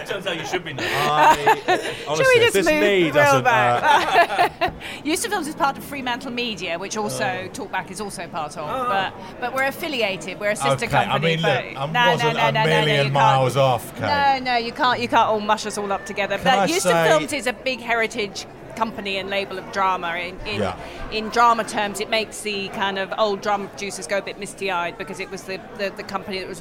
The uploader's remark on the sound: recorded at the Edinburgh International Television Festival 2017